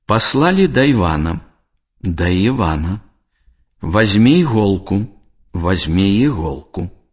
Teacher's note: Калі пасля слова на галосны няма паўзы, або яна кароткая, не націскны «і» ў незапазычаных словах вымаўляецца як нескладовы «й» або як спалучэнне нескладовага «й» з галосным «і»